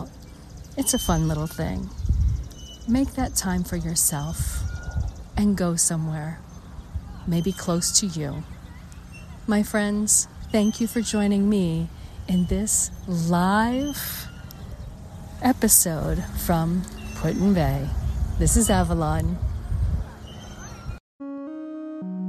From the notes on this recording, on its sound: LIVE from Put-In-Bay, Lake Erie, Ohio, USA. On the shores of Put-In-Bay, Lake Erie, Ohio, USA. This is a special on location Walk and Talk of our Mindfulness Summer Tour 2022.